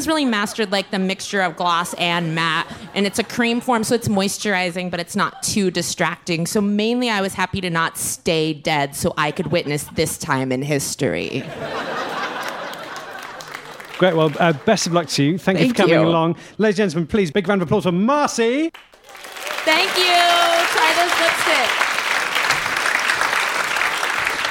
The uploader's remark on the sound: Live At London Agrimedia Con 2018. Live episode, recorded at this year's London Agrimedia Con.